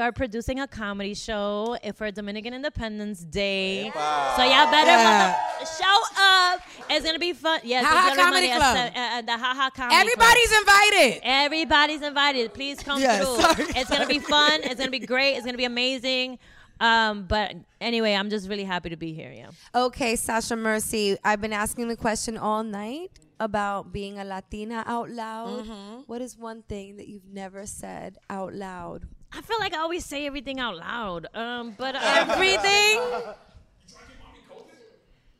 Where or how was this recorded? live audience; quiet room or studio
live audience